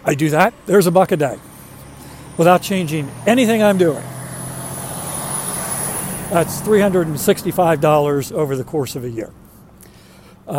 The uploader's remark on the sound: During today's ten-minute accountability walk